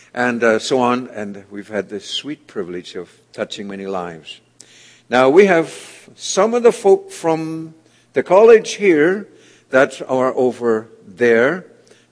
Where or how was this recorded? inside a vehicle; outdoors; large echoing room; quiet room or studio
large echoing room